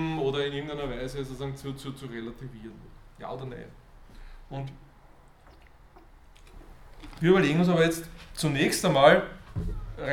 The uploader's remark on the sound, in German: Diese Vorlesung wurde von Studierenden aufgenommen